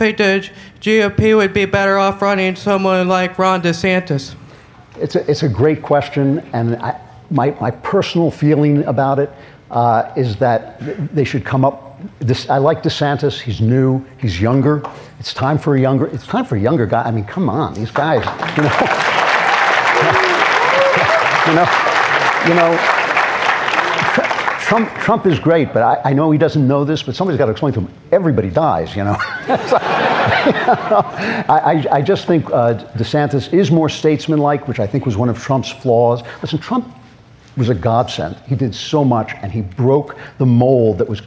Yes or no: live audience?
yes